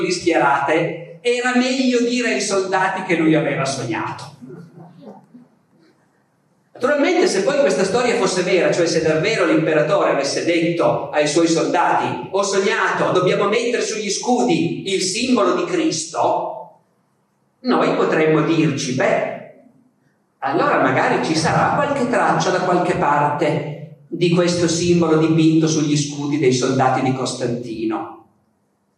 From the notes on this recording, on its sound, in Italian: registrata al festival Rinascimento Culturale 2017